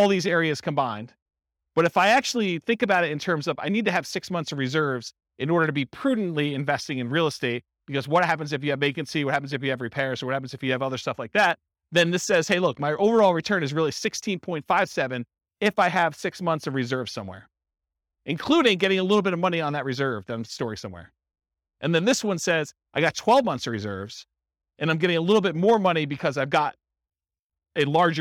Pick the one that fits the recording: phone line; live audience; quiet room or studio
live audience